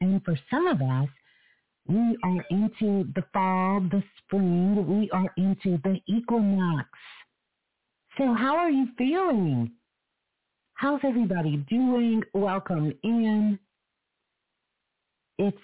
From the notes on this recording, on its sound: Live Call In Show.